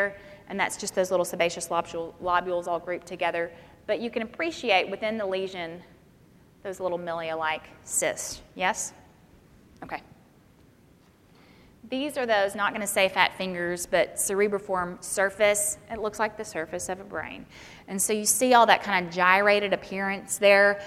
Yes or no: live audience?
yes